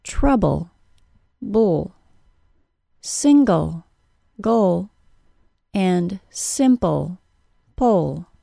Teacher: the syllable with the syllabic L does not also include a vowel sound